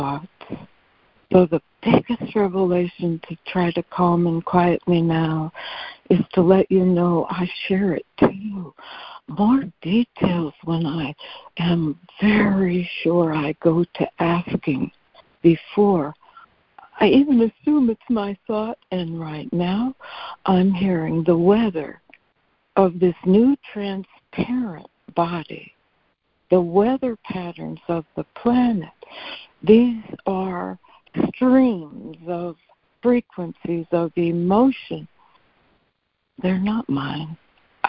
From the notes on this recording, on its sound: ACIM Daily Conference Call